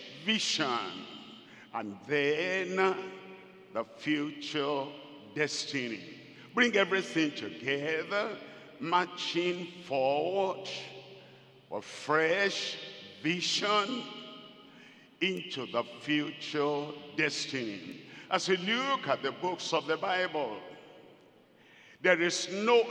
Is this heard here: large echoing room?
yes